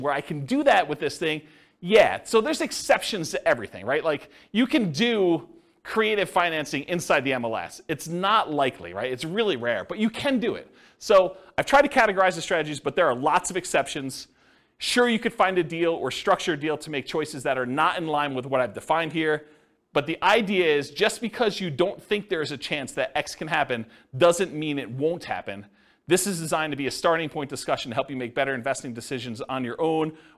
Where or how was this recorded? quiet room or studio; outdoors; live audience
live audience